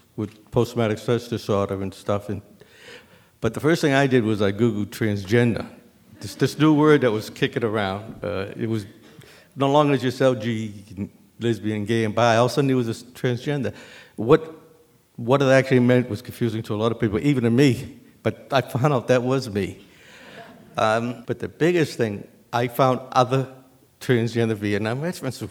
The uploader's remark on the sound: Live in Iowa City